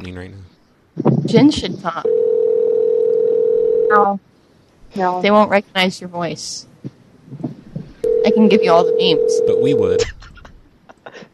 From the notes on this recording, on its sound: Prank Phone Calls Collection